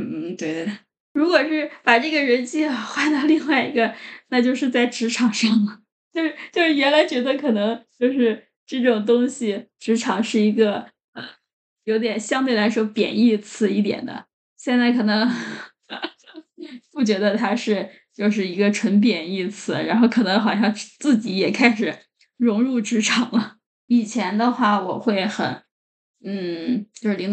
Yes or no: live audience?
no